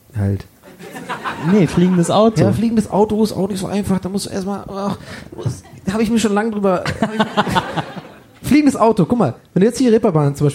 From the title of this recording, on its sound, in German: Erlebnisbahnhof LIVE